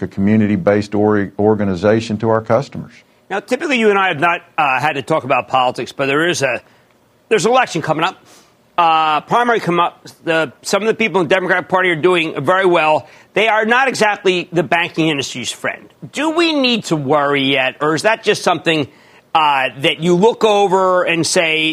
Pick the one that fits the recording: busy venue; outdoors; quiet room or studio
busy venue